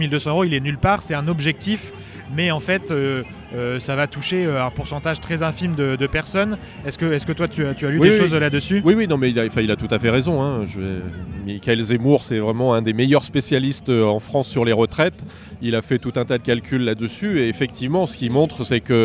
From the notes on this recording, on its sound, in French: En manif. C'est une chronique en direct de la manifestation contre le projet de réforme des retraites.